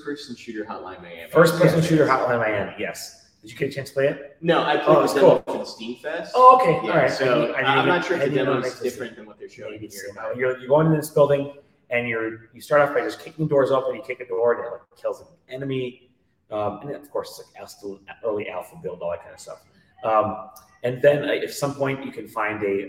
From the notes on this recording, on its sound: The SideQuest LIVE! from PAX East 2023.